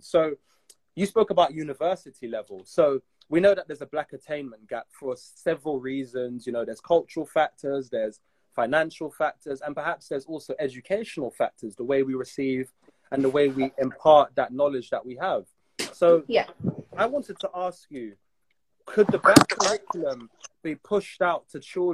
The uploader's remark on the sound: via Instagram live